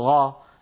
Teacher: خلط القاف بالغين مثل إخواننا في السودان بدل ما يقولوا قا بيقولوا غا، قاف مخلوطة بالغين، هذا لا يصح أبدا أبدا أبدا.